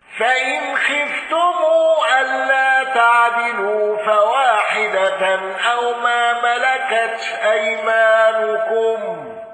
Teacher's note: قالون بسكون ميم الجمع والغنة